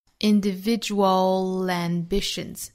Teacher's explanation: Individual ambitions 和后面的 ambition 又可以做复元连读。Individual ambitions,带出一个小的舌侧音